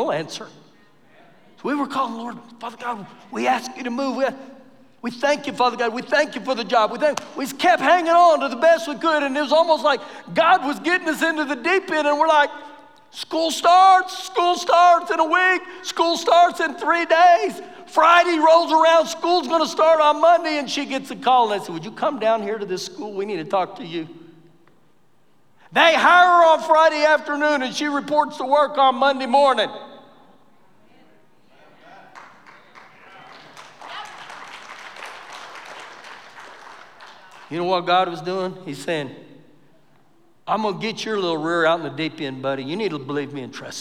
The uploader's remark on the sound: Recorded live during our Wednesday night service